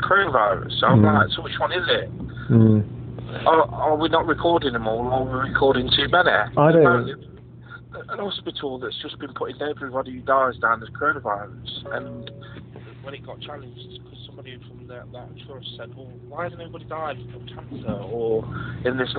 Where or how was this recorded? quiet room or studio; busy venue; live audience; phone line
phone line